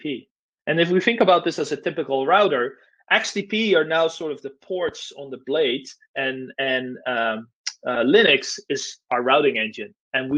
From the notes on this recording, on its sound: This is the recording of a virtual NOG meeting.